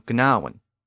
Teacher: Within Old English and early Middle English, the G sound near the end evolved into a W sound, and it became gnawen. And over time, that awkward G sound at the front also disappeared, and it became simply gnaw.